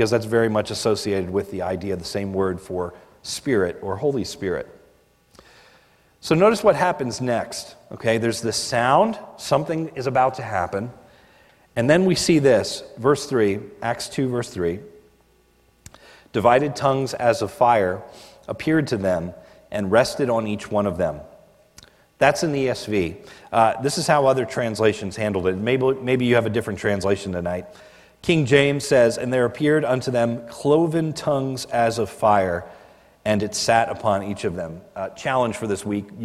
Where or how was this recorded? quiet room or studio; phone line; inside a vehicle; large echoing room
large echoing room